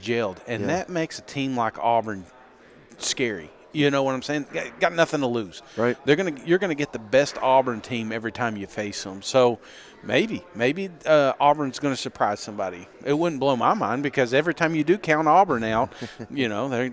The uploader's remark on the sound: SEC Media Days. Live from the College Football Hall of Fame in Atlanta!